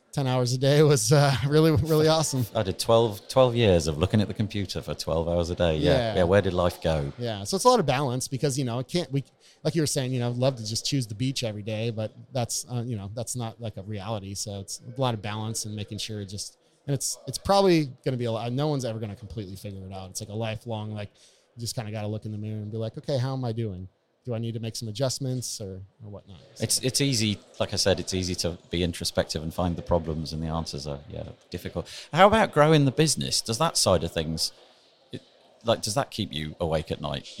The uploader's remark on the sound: Today is another episode which was recorded live in the halls of the Estrel Hotel in Berlin. This was the location of WordCamp Europe in 2019. You’re going to be hearing some background noise, as I found it nye on impossible to keep 3,000 WordPressers quiet!